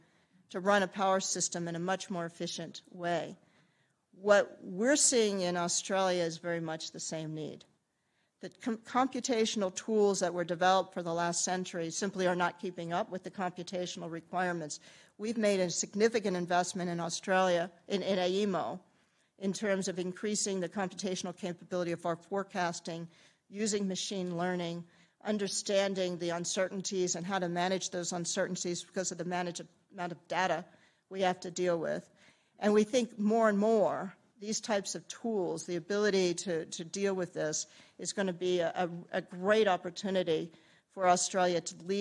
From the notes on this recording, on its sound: Keynote presentation.